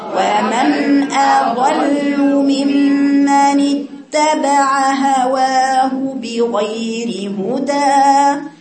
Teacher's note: اتبع هواه بغير هدى من الله ومن أضل ليس أضل أضل والهمزة الأولى رقيقة واللام رقيقة